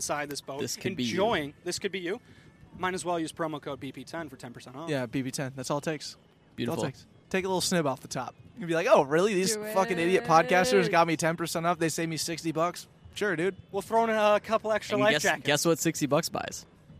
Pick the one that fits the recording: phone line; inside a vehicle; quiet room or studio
inside a vehicle